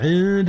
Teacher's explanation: أخفي حرف النون قبل الدال إذ الدال من أحرف الإخفاء